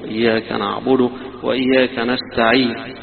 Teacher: على القصر يجوز لك فيها أنك تروم إياك نعبد وإياك نستعين، فتظهر الضمة خفيفة، يدوها نصف حركة أو ثلث حركة كما يذكرون · Term: الروم